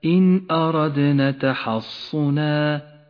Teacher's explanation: النون ساكنة وبعدها حرف الهمزة، تظهر النون من غير غنة أو تشديد · Term: الإظهار